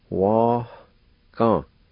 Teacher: First part is pronounced like this. And there's a faint H sound between the A and G in the middle of the word